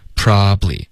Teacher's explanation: 这三个音节现在就融成两个了